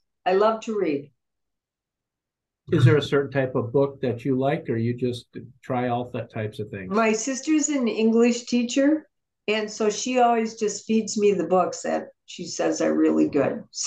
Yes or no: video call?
yes